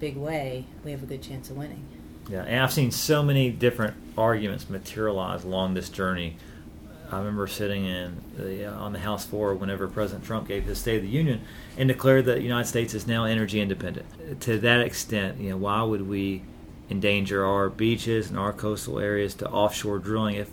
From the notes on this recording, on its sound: This episode include audio recorded live from the Don't Drill SC rally in Charleston, SC.